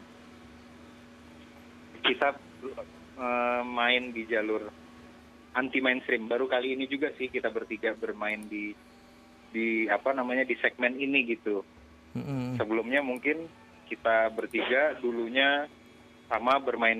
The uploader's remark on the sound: Live Phone. Di studio 101.1 FM.